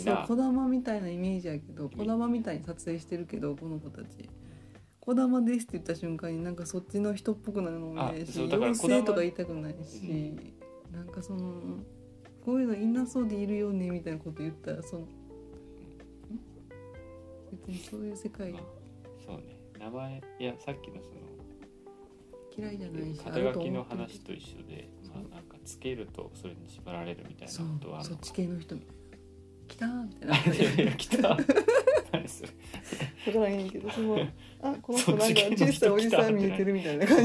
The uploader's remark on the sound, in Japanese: トライアル的に録音してみた回です。子供が寝たあとで、夜な夜な作業している。試しに録音してみた回なので、色々と説明もなく音量なども聞き取りづらいとおもいます。